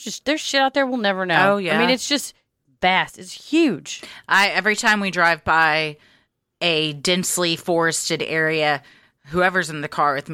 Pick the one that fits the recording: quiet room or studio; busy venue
quiet room or studio